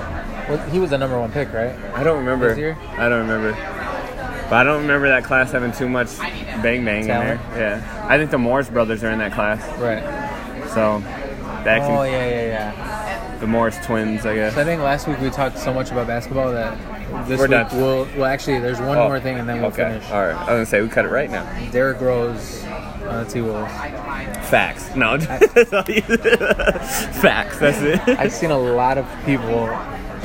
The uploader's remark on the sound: live from Pub 819 in Hopkins